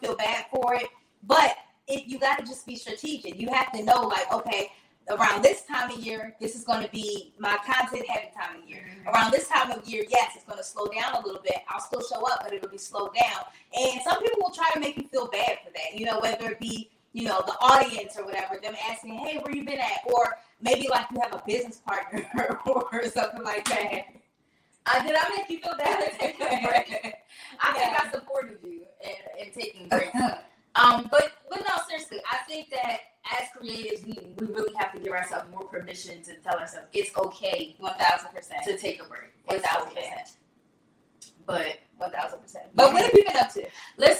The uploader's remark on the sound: We apologize in advance for the technical difficulties. Our sound was a little muffled.